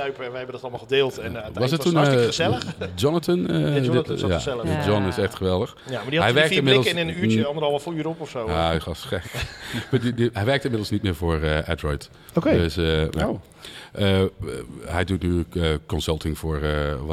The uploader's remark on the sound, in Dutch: Festival Special #1 Brewda 2023. Daarnaast hebben we nog leuke gesprekken op het festival terrein met bezoekers.